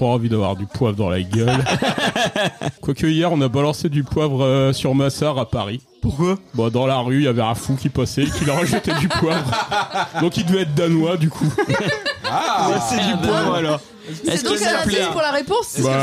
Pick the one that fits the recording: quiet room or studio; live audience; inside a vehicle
live audience